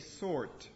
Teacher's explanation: if you're American, or if you come from Cornwall, or live in certain parts of Lancashire, or in Scotland, then you will produce the R. You can hear the R. · Term: roticity